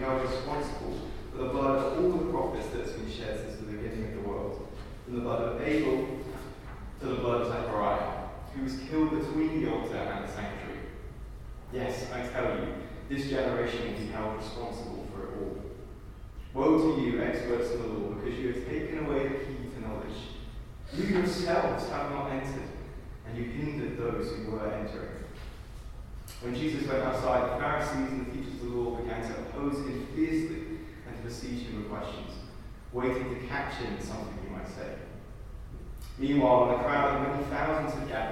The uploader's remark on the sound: at a Christians in Parliament Chapel St Mary's Undercroft on 21st November 2023